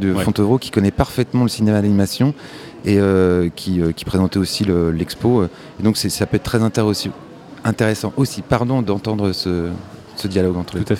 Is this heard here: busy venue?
yes